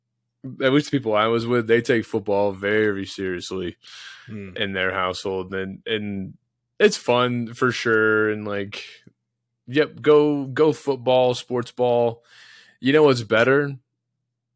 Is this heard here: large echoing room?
no